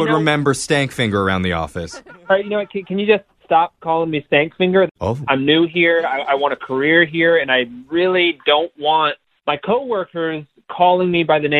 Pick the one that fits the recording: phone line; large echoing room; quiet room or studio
phone line